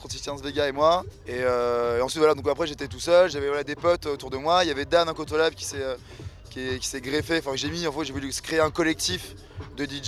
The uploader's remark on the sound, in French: Captation des sets à la Station Rose réalisée par l'équipe de Cosmic Show de Radio Prun'.